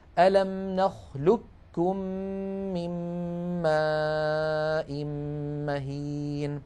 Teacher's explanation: من ماء مهين، اجتمع في هذه الكلمة قاف ساكنة بعدها كاف. فكل الطرق عن حفص تقلب هذه القاف كافا طبعا ساكنة، وتدغم الكاف في الكاف فيصير النطق بكاف مشددة